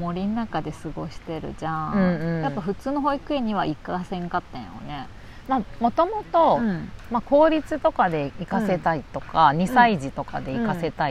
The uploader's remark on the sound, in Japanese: ひるがの高原キャンプ場で姉妹収録しました